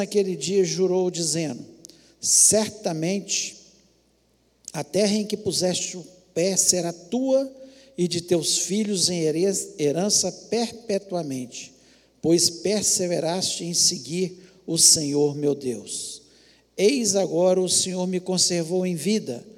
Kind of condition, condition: setting, large echoing room